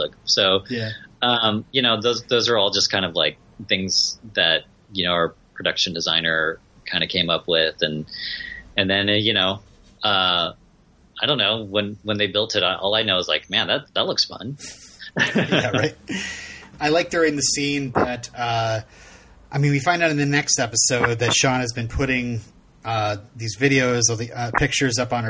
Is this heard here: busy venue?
no